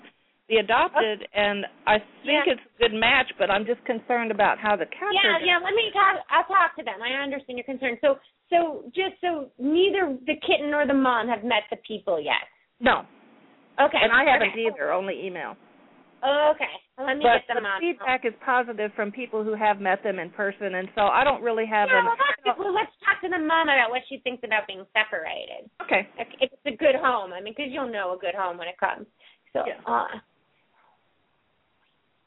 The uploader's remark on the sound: Pet Psychic Radio. Open up the lines for listeners to call.